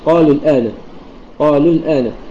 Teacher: إذا كان الساكن الأول حرف مد فإنه يكون التخلص من تقاء الساكنين بالحذف، كما في قوله تعالى قالوا الآن جئت بالحق في سورة البقرة، فأصل الكلمة قالوا الآن بواو الجماعة، وهذه الواو مدية هنا فيكون التخلص بحذف الواو